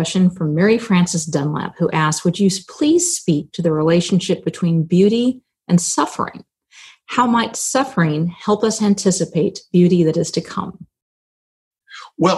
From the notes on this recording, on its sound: This interview was recorded in 2020, relatively early in the pandemic, as part of the Trinity Forum’s Online Conversations series.